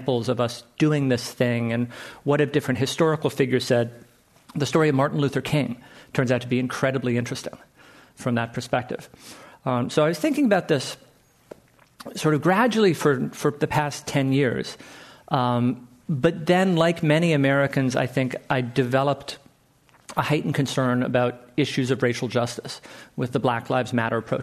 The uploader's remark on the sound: This program was recorded Live. By the Commonwealth Club of California.